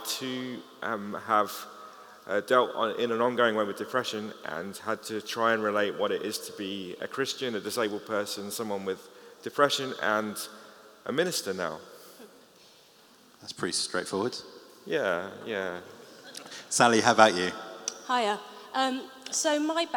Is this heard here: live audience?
yes